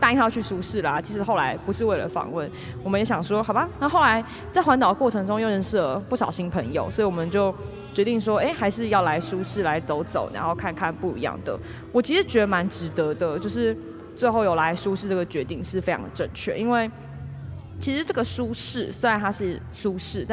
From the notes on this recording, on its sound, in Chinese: 不DO書團隊出去玩啦！我們到了2022保安林書市。我們在市集現場的錄音。